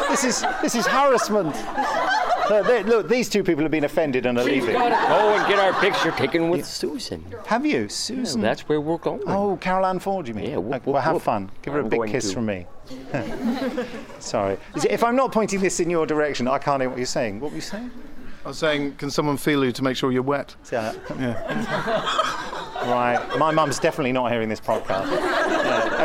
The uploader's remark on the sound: recorded during the Gallifrey One Doctor Who convention in Los Angeles with questions from our loyal audience